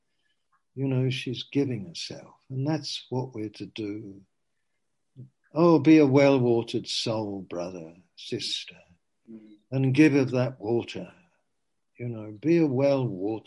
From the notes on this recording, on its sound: Q & A (Zoom). Teign Valley Sessions.